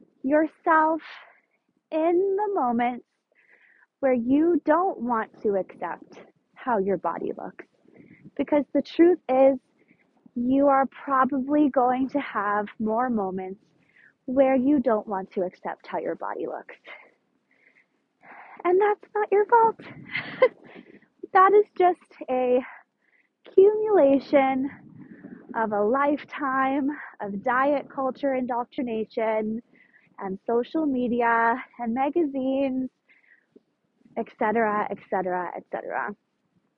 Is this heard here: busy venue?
no